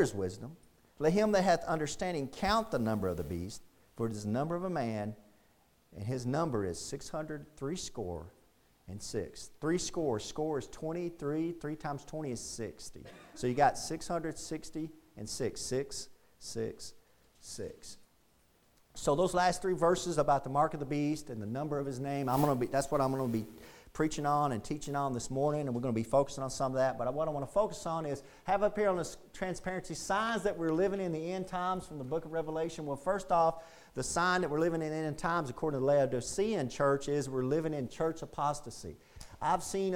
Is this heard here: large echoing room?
yes